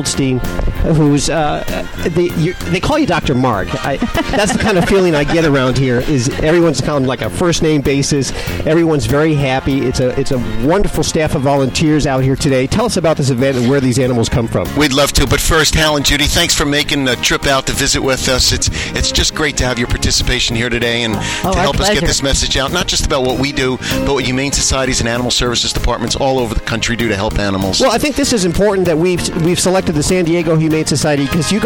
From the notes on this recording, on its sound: Live Broadcast from San Diego Humane Society Adoptathon.